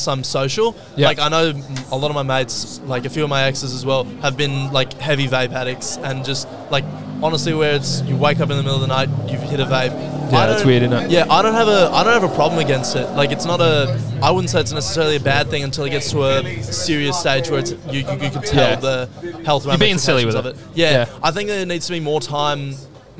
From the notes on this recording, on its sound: We setup camp in line at our favourite Thursday night hotspot. If you wanted to be on this weeks episode then you had the opportunity to jump on the mic with us!